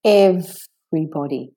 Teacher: So it's every, straight from the V to the R · Term: silent syllable